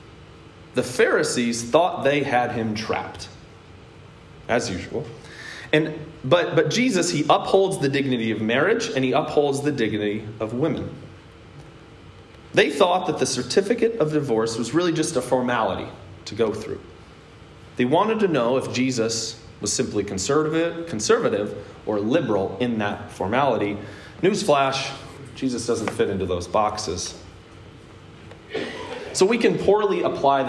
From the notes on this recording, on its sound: a sermon I preached at Hope Evangelical Free Church on September 26th, 2021.